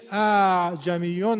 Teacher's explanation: اه اعجمیون غلطه، اعجمیون این درسته، اعجمیون یعنی برای دومی هل به صدا میدیم فقط. به عبارت دیگر دو تا فتحه میگیم، یه فتحه تیز یه فتحه شل، این میشه تسهیل. اعجمیون، و باید هم در گوش داور و شنونده با دو تا فتحه بشینه، بگین اعجمیون، نه این که شد الف، با دو تا ضربه باید شنیده بشه.